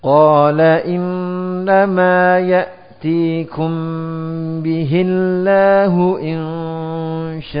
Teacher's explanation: Tidak ada dua harokat. Waqaf pada hamzah disertai nabar atau hentakan suara.